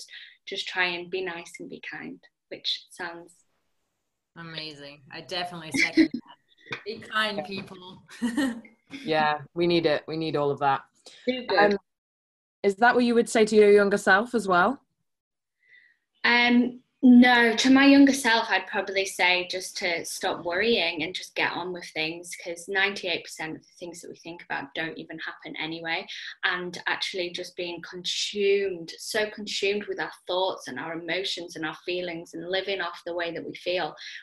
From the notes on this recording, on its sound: I sat down (over zoom!).